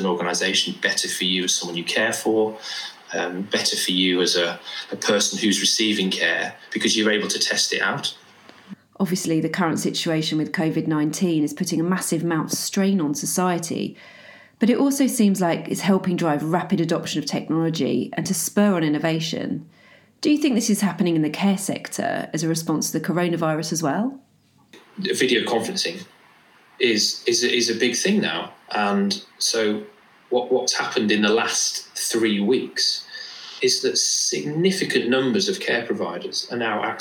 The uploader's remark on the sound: In our first remotely-recorded episode of Off Brand